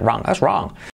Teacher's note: Letra clave R, la W como si estuviera, la O como una, wrong. Y la G última que no se dice